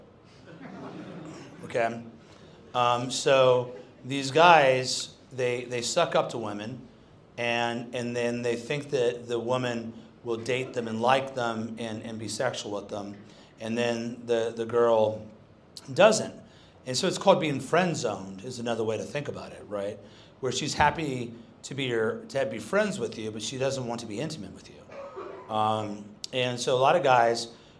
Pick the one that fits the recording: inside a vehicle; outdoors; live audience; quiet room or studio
live audience